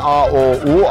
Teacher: açık ünlüler A, O, U, ağzın daha büyük açıldığı bu sesler derinlik, büyüklük ve güçlü his verir, güç his verir.